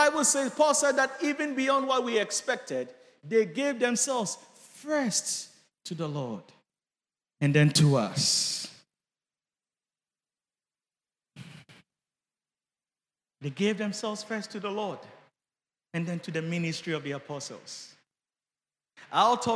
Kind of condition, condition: setting, large echoing room